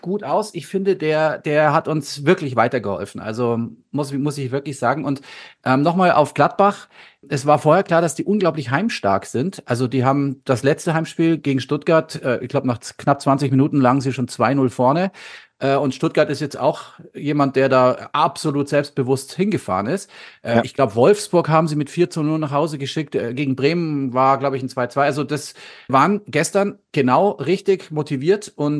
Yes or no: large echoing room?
no